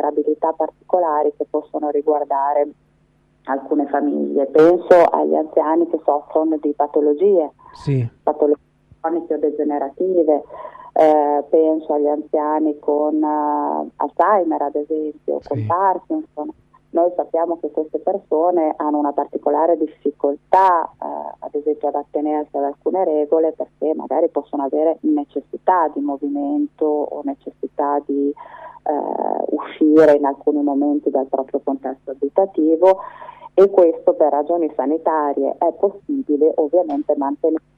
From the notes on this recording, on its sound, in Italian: TELEFONO O SKYPE.